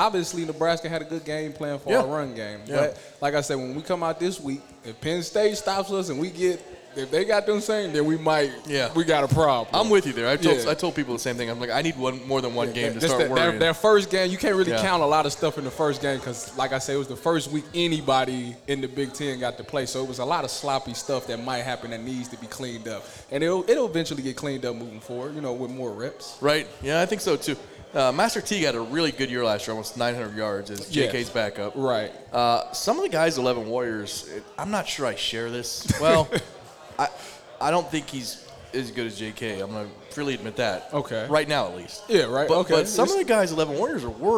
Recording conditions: busy venue